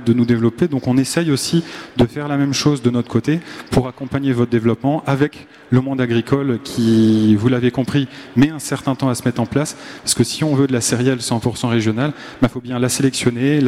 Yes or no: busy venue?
yes